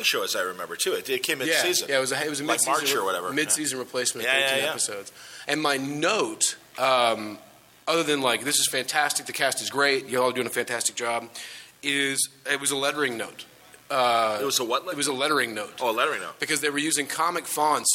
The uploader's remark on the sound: The Batman V Superman Panel from Cincy Comicon.